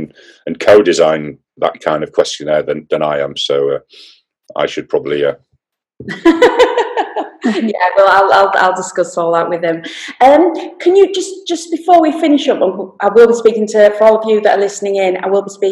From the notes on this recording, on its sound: This podcast was recorded via Zoom.